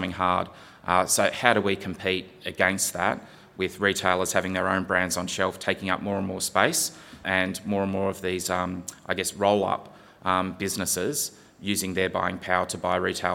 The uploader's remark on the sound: This keynote was recorded at the recent Western Australian Brewing Conference in Perth.